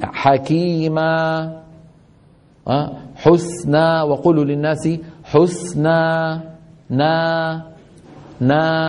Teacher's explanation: الصوت المد لما بتوقف عليه يتلاشى ويتخامد شيئا فشيئا